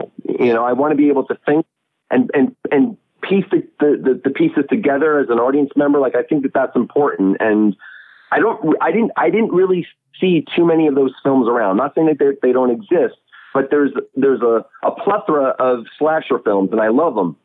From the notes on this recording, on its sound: calls into the show